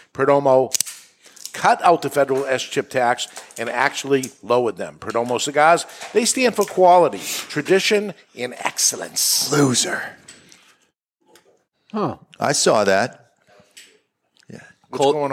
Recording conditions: live audience